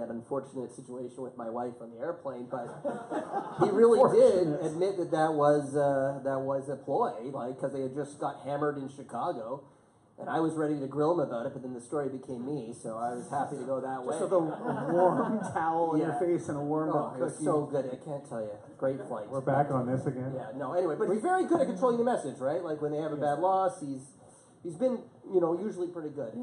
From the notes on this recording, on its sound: Live At The Rivoli. Host the pod in front of a live audience at the Rivoli in downtown Toronto.